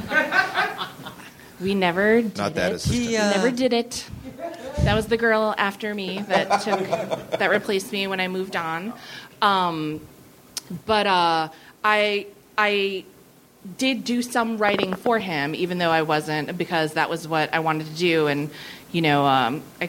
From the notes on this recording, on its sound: Recorded at 61Local in Brooklyn on October 1, 2012.